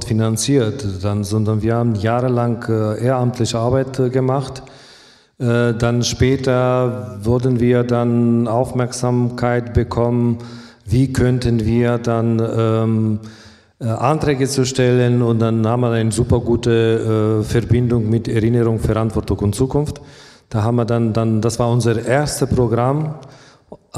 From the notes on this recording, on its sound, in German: Fachtag zu Roma und Snti in Sachsen: Podiumsgespräch. Anschließend diskutieren die Podiumsteilnehmer*innen über ihre Vorschläge und kommen mit dem Publikum ins Gespräch.